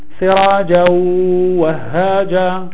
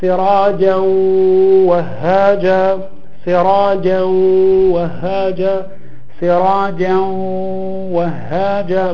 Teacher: في الأول تركت الغنة وفي الثاني أتيت بالغنة